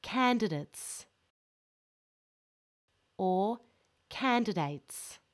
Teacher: The stressed syllable is the first syllable.